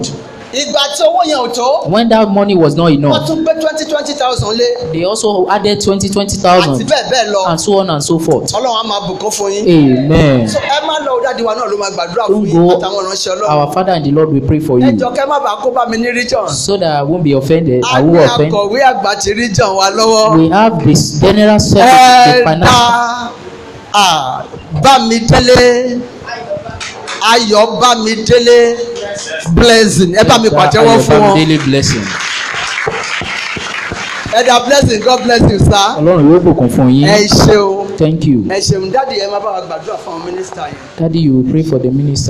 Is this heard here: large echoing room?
yes